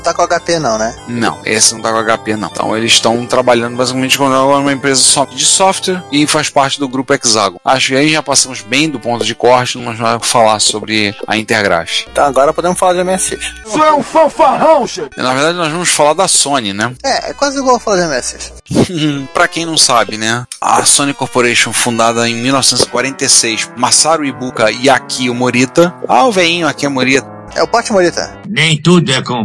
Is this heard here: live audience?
no